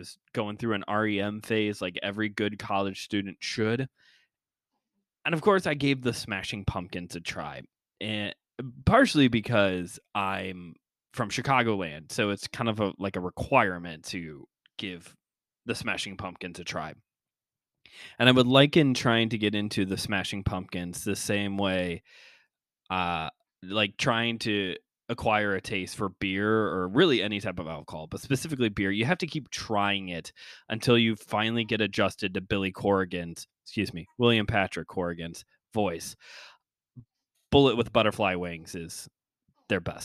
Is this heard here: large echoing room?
no